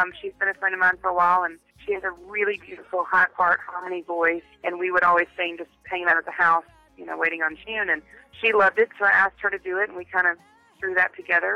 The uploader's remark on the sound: We caught up with her over the phone